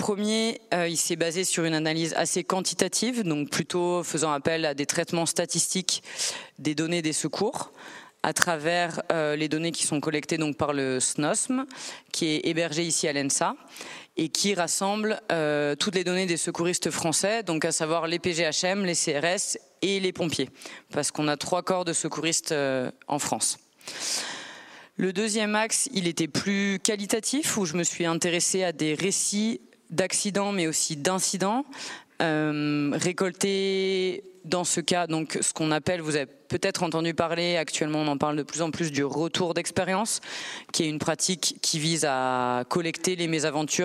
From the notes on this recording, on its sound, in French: Juin 2023, conférence ENSA